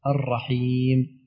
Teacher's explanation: الميم ما فيها قلقلة تطبق الشفتين الرحيم بس ولا تفرج بين الشفتين بقوة